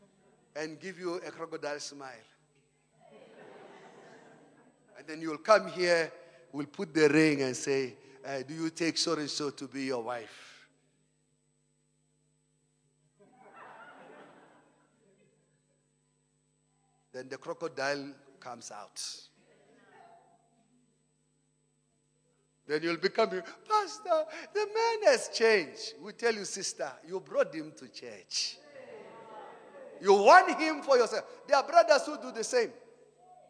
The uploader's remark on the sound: Preached at Emmanuel Christian Church, Arcadia Campus On the 3rd of February 2019